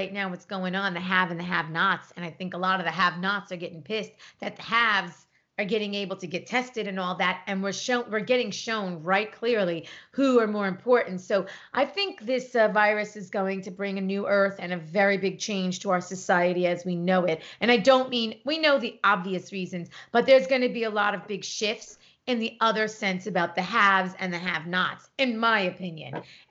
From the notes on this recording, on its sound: This episode is done over Skype as they adhere to the social distancing directive in Los Angeles due to the Corona Virus.